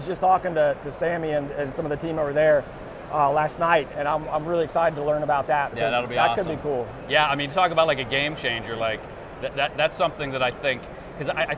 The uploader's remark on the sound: Live at AU 2023 in Las Vegas!